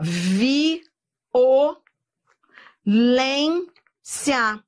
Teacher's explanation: Entre o I e o O, eu tenho um hiato